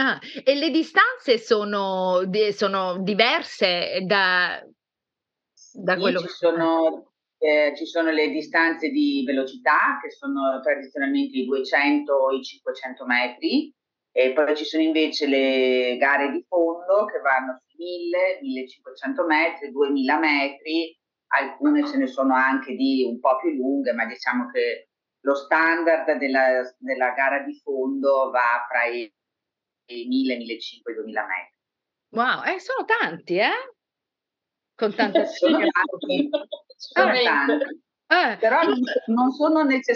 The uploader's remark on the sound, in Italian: Ci scusiamo per la qualità audio del collegamento